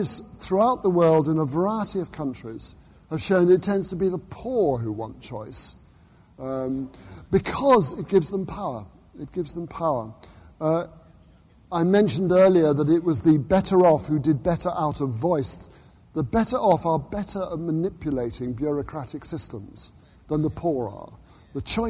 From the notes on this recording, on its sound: LSE Asia Forum 2010 - 15:30 - 17:00 - Plenary session. Followed by Q&A Session - Closing Remarks.